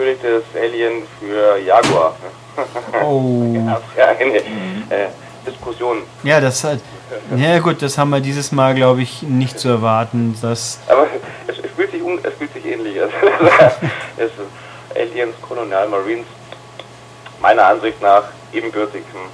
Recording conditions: poor sound quality